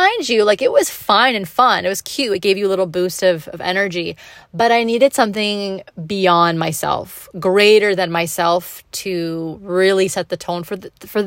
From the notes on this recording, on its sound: I come to you from my car during my lunch break